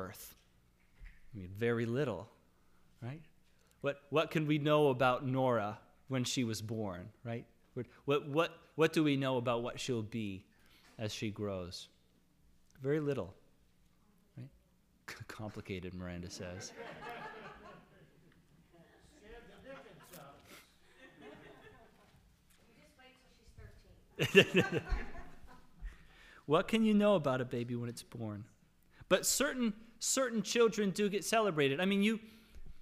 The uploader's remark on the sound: Sermon audio from LBC worship service on Sunday, December 5, 2021.